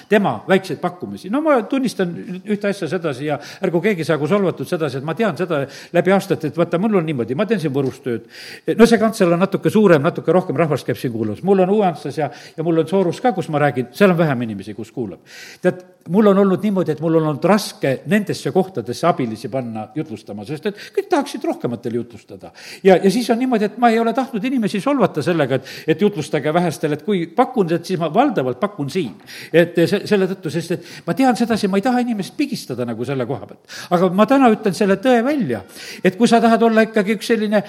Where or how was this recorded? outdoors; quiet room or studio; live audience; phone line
live audience